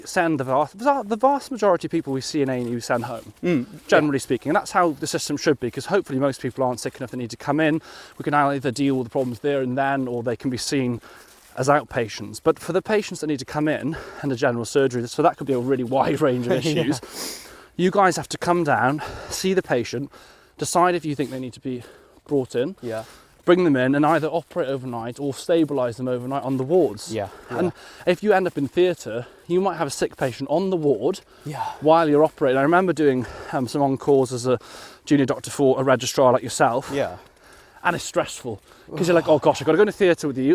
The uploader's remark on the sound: a beautiful snowy stomp in Greenwich Park